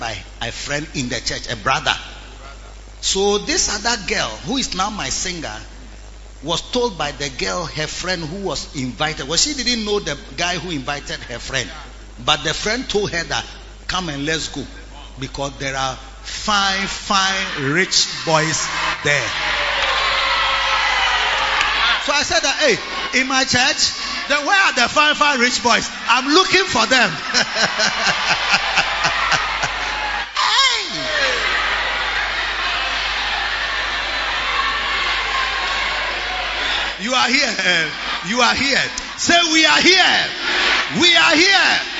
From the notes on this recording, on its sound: Preached at the Lighthouse Chapel Int.